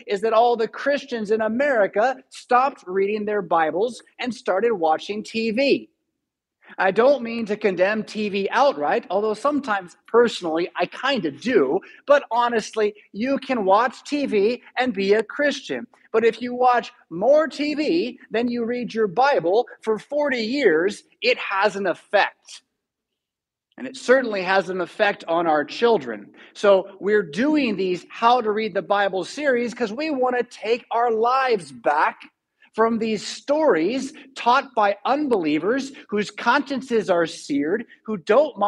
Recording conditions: large echoing room